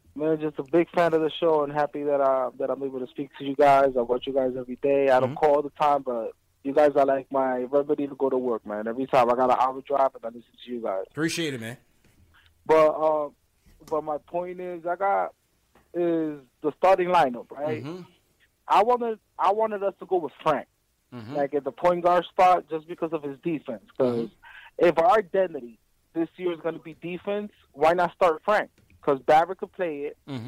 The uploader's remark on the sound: He also takes live phone calls from fans around the world!